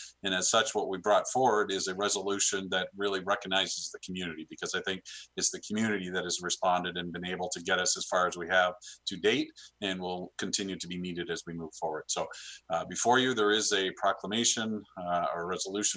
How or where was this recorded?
video call